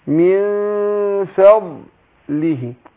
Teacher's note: شوف الإخفاء بخفي النون عند الفاء إزاي والفاء بتخرج زي ما قلنا من بطن الشفة السفلى مع